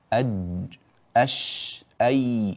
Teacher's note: وسط اللسان يخرج منه الجيم والشين والياء. الوسط ليس هو منتصف اللسان، يعني إذا كان هذا هو اللسان فليست الجيم والشين والياء من منتصفه تماما، لا، إنما هي إلى الخارج أكثر.